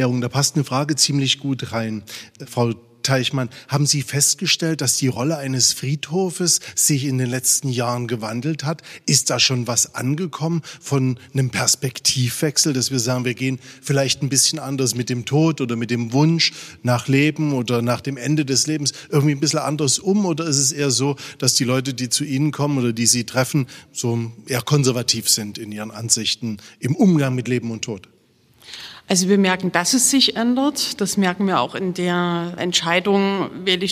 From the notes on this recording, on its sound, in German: in der Kapelle des Trinitatisfriedhofs Dresden